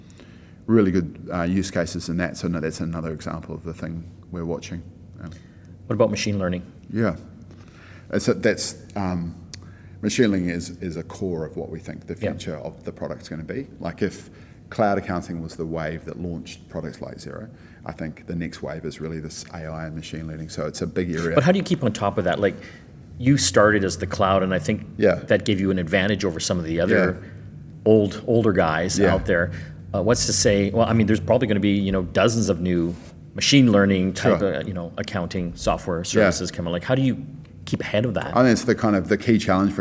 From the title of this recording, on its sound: Live from Xerocon in New Orleans